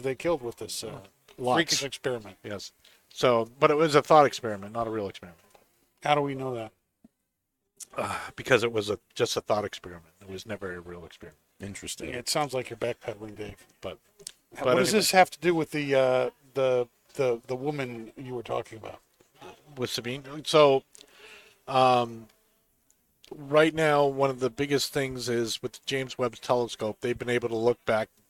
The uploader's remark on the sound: Recorded live from the 7-20-4 Lounge!